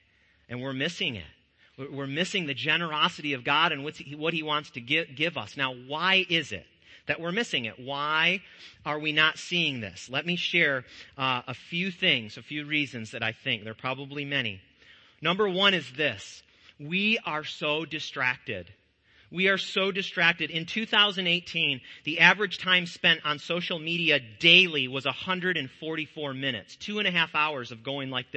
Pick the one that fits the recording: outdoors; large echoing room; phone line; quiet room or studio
large echoing room